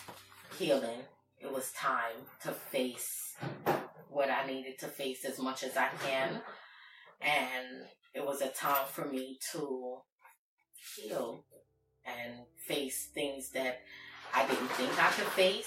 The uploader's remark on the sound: We sincerely apologize for the poor audio quality in our video. Due to technical issues, we were forced to use the direct camera mic, which resulted in a lower sound quality than what we aim to provide.